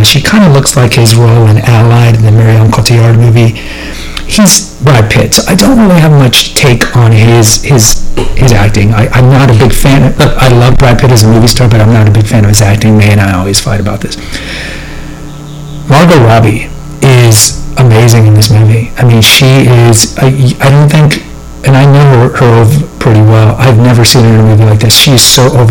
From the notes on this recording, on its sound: The audio is suboptimal, my apologies.